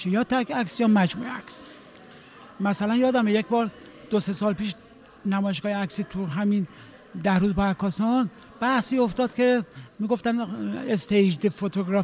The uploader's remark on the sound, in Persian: این گفت و گو در پخش زنده و خانه هنرمندان ایران ضبط شده است.